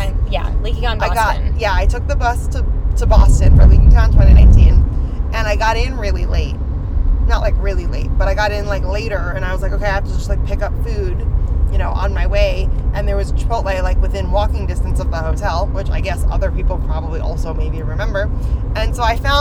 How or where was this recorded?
inside a vehicle